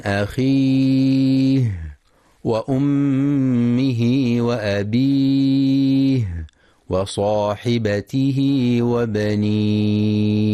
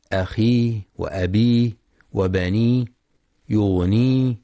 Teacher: يخطئ بعضهم فيقرأ أخيه وأبيه وبنيه يغني بإسقاط الهاء، والصواب إتمام الهاء وإخراجها من مخرجها وإتمام صفاتها من الهمس والرخاوة · Shown in: first take